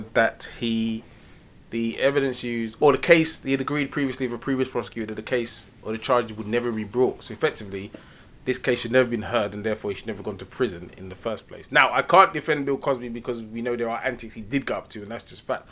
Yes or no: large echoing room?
no